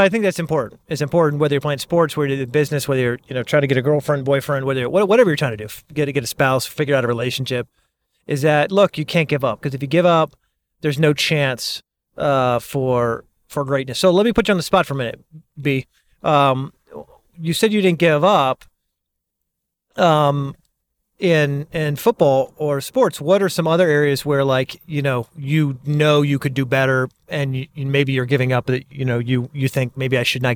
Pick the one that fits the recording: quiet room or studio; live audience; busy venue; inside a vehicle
inside a vehicle